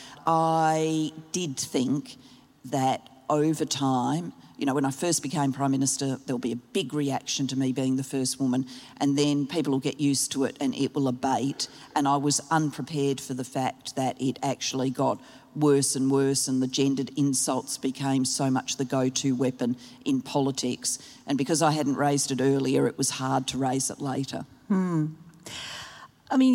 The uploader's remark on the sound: Live at the Sydney Writers' Festival. The event was recorded live by the ABC’s Compass program.